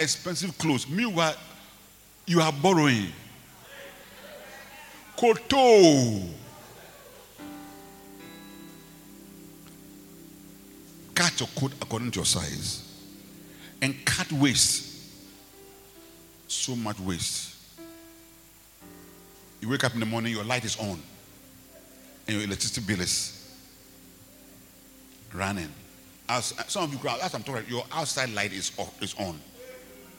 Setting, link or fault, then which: setting, large echoing room